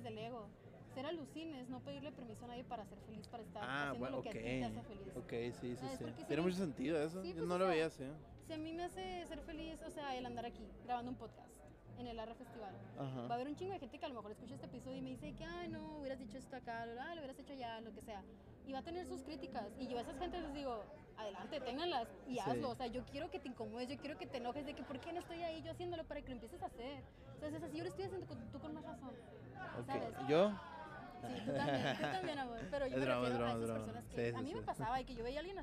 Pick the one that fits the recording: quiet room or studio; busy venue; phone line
busy venue